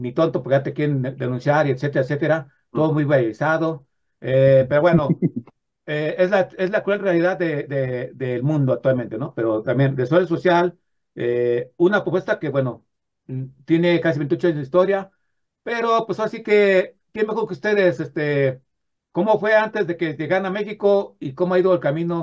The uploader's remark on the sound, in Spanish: Charlamos vía zoom